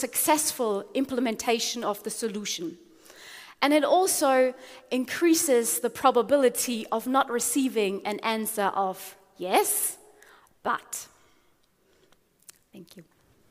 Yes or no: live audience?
yes